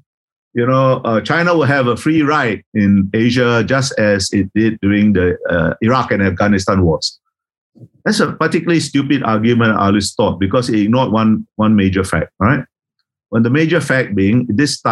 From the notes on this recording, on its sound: This is a recording of one of our digital events.